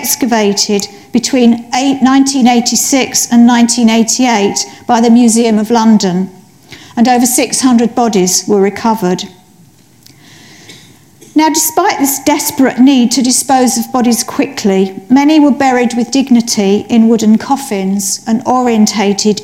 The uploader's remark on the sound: Lunch Hour Lectures on Tour at The Museum of London